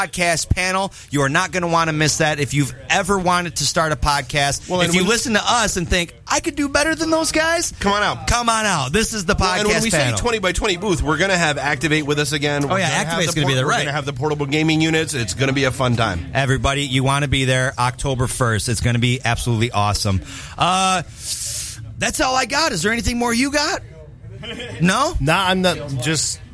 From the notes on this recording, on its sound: Live From Liberty Comics